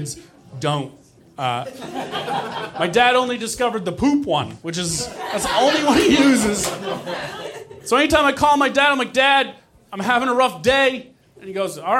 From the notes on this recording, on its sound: Recorded Nov 2017 at New York Comedy Club in New York City.